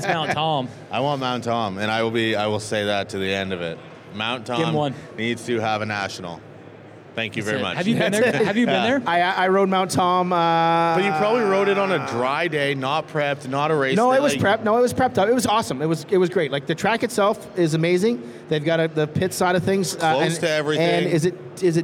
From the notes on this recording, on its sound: We were live at the Toronto Bike Show over the weekend